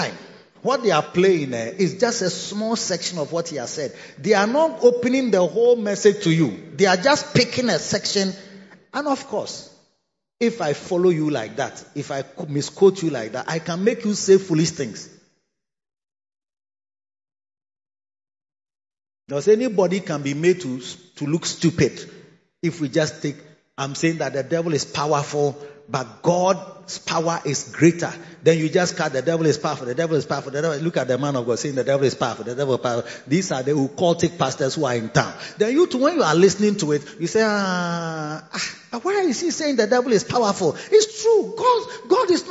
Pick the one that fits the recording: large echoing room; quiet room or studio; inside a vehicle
large echoing room